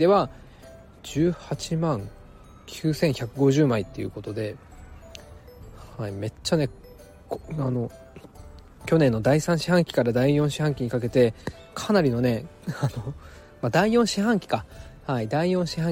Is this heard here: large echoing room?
no